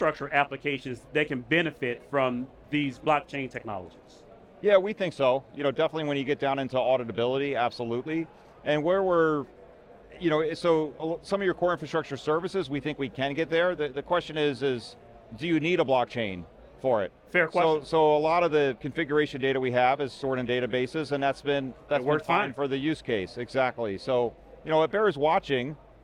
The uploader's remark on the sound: Recorded at VMware Explore 2022.